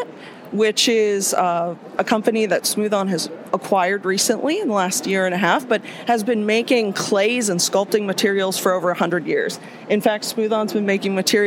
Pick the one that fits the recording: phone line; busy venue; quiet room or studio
busy venue